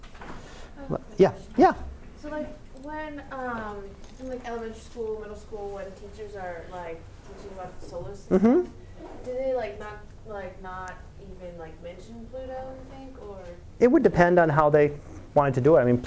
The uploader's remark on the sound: Live Class Lecture